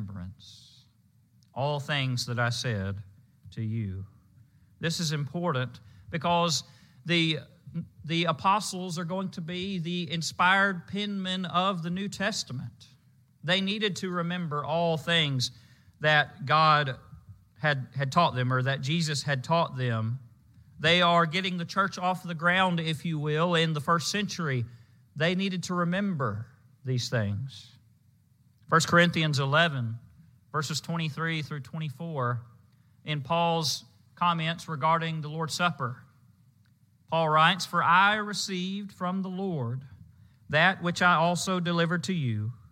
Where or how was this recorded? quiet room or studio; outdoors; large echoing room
large echoing room